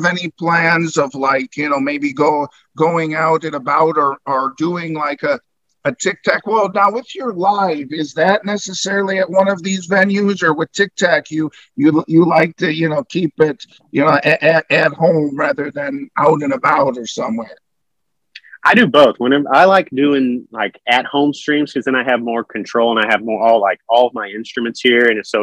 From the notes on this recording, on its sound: Original Zoom Audio